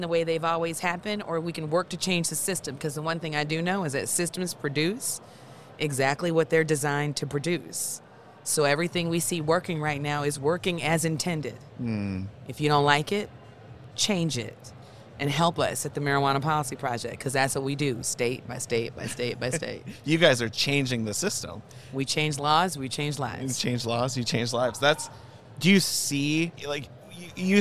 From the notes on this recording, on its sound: Live from MjBizCon 2022!